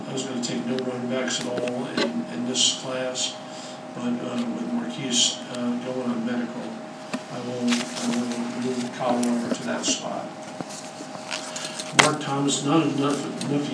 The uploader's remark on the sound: hosted a news conference